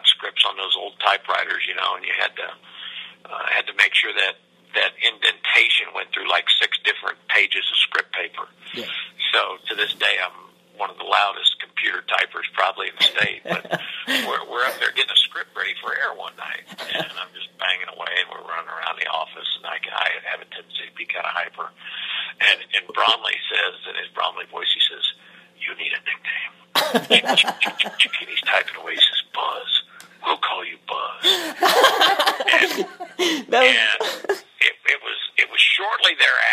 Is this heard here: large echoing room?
no